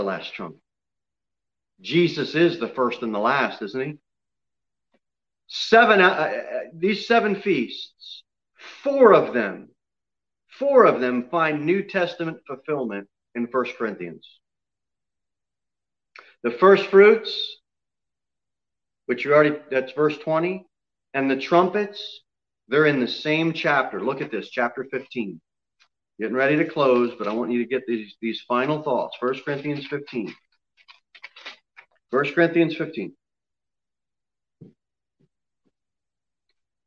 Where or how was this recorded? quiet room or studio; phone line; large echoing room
large echoing room